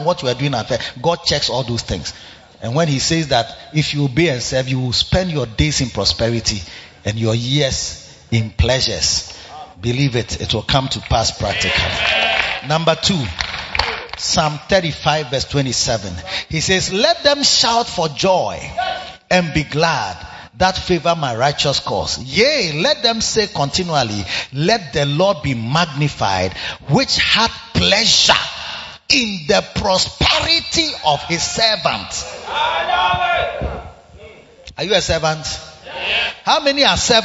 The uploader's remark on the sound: Preached at the Makarios Impartation Service - The Makarios Cathedral, HQ